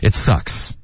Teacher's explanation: 嘶的音还是会拉的稍微长一点，开头会有一点爆破而已